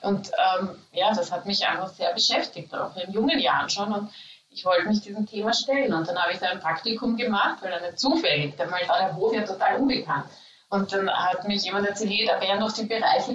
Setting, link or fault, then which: fault, poor sound quality